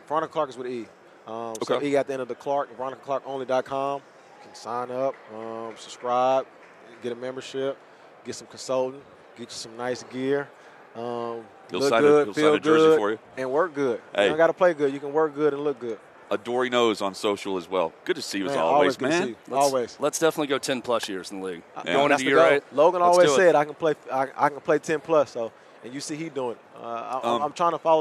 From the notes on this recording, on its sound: Live in Las Vegas. Live from Radio Row.